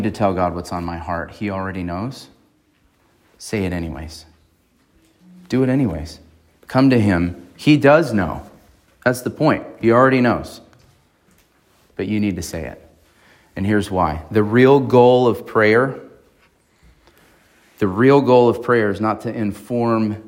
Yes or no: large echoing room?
yes